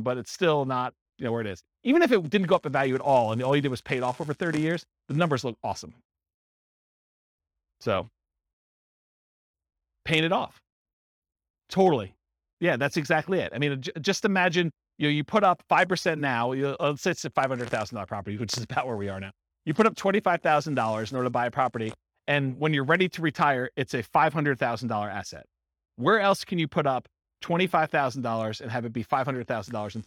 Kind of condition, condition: setting, live audience